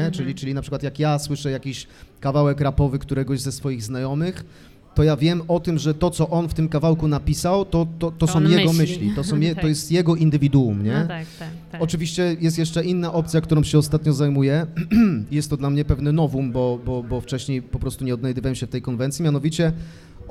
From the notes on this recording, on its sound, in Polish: W czwartek 15 grudnia w Obiecana Cafe